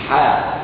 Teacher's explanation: المحتكين. أذكر لك حرف الحاء، ترى أن الحنجرة الحلق وسط الحلق، الحاء وسط الحلق، تجد هناك هواء يخرج